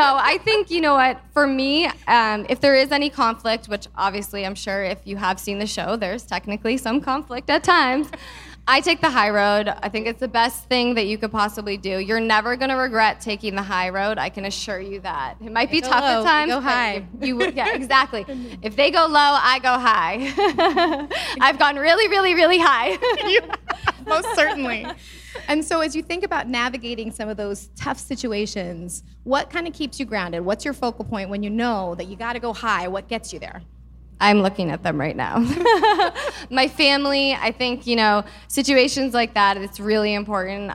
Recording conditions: live audience